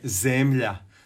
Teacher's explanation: To je kratko uzlazni, to je sporije, slabiji intenzitet i uzlazna intonacija, odnosno kombinacija silazne i uzlazne.